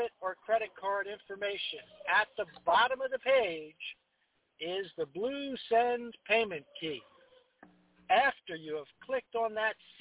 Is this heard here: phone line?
yes